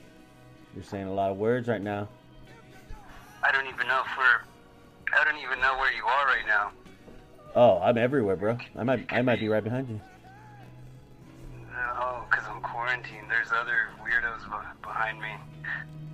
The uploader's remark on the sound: Now his bitch ass is in quarantine, so we did this episode by phone...